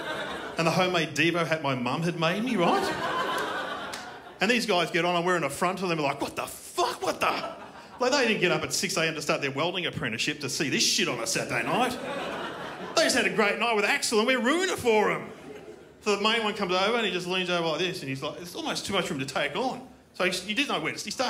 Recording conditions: live audience